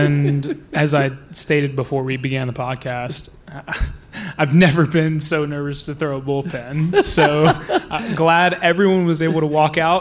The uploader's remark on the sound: In front of a live audience here at Fool HQ.